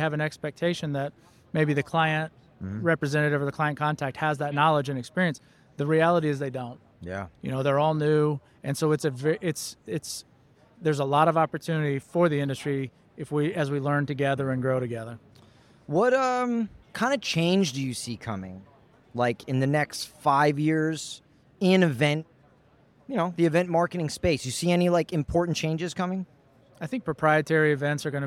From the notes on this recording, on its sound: LIVE from the Trade Show Floor at ExhibitorLIVE.